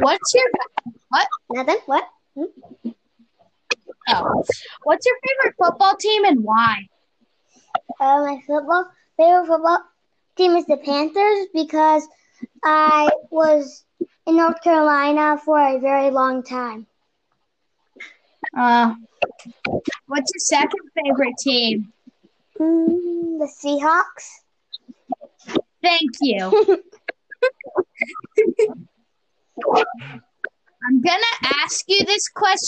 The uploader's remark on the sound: Apologies for the sound quality of the recording.